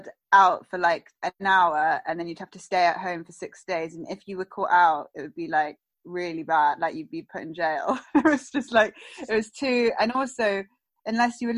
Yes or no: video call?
yes